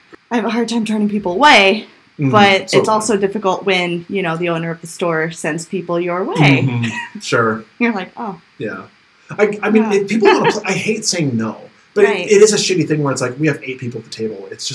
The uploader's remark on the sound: The auido quality wasn't all that great with this one. Who just happened to be at his house while we recorded there.